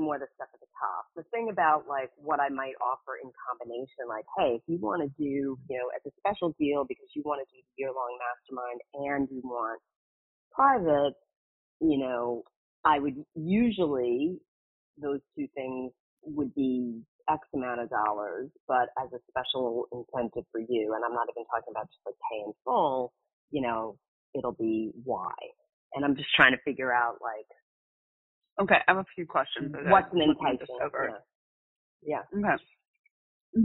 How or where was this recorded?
phone line